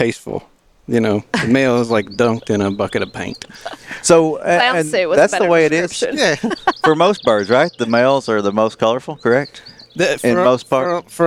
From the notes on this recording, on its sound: As we continue our series of episodes from the Discovery Park of America. We are excited to be outside on the grounds of Discovery Park. Listening for some birds and playing a few songs on the porch.